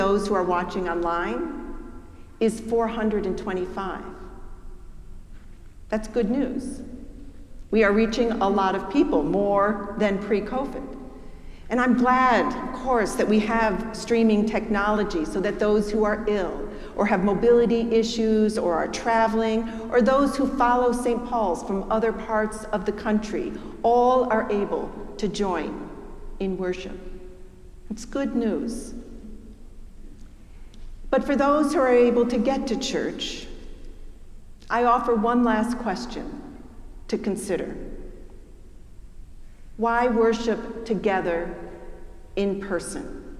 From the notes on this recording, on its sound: preached at our celebration of the Holy Eucharist on the First Sunday in Lent